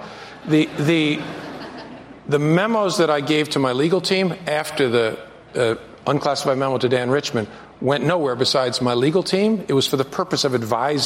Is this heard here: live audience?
yes